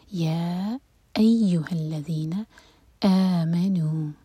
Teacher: ا دو حرکہ لمبا، نو دو حرکہ لمبا